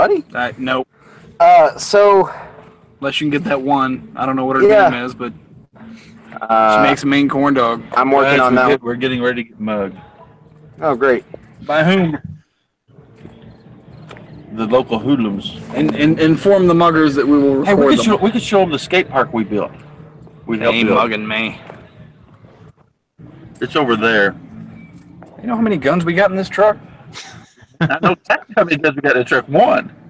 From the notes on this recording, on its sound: Live from the Fair. This show was recorded live from a city fair. On cell phones, so, be nice. We manage to run a fair and record a podcast at the same time.